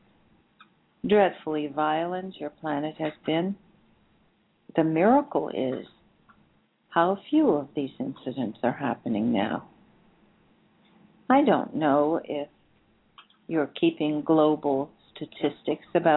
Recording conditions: phone line